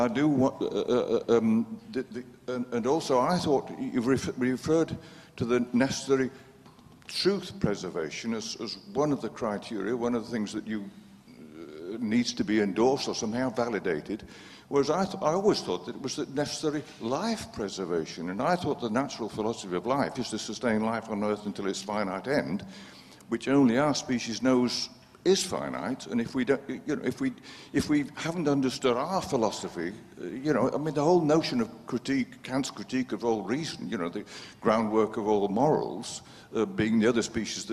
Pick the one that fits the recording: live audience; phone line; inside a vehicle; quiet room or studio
live audience